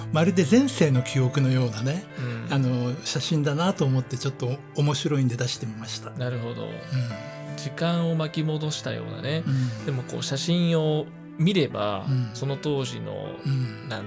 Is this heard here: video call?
no